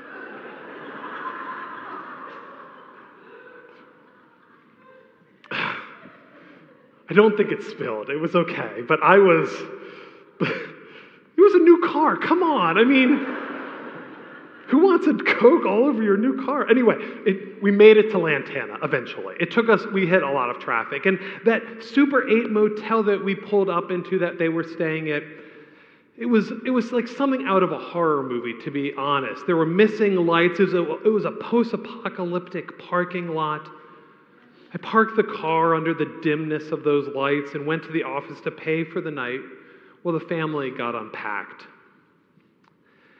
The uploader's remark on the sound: A homily preached on the Second Sunday of Advent